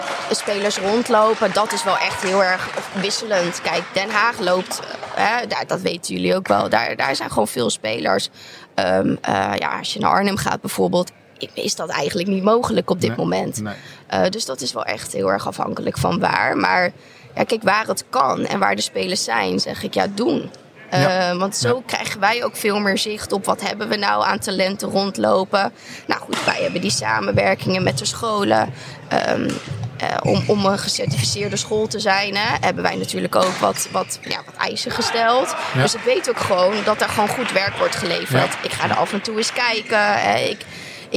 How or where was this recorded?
busy venue